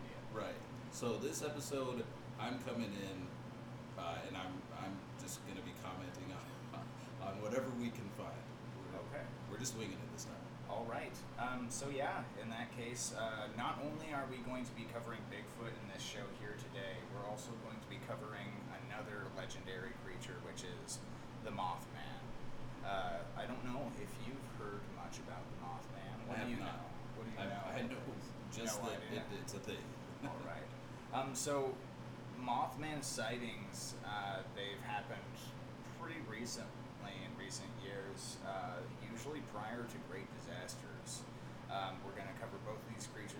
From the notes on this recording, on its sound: The audio quality in this episode is not improved as stated in the podcast, next week's recording will contain highly improved audio with the correct set up of our new Mic! Poor editing.